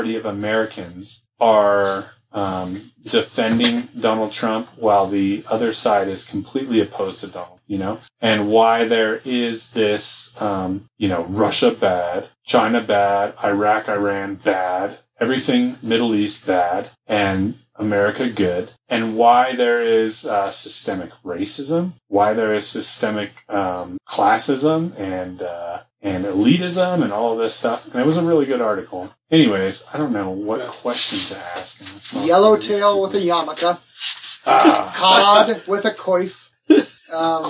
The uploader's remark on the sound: Sadly the audio failed